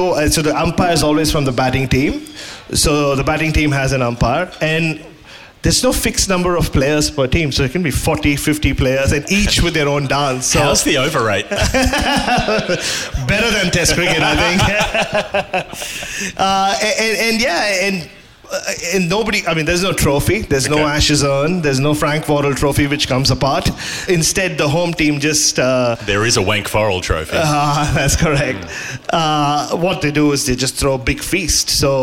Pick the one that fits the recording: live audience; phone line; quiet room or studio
live audience